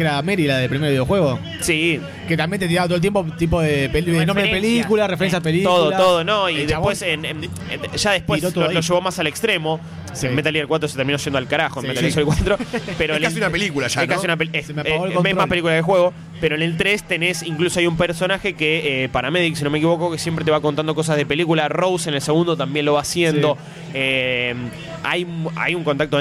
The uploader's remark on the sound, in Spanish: mesa redonda grabada en la Popcon 2015